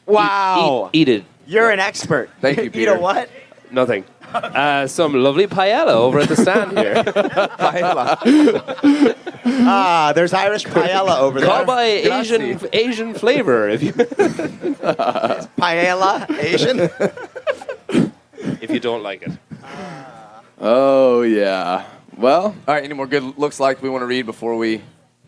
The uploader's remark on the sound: TYR Wodaplooza Gameday // Saturday // Shut Up & Scribble LIVE From MIAMI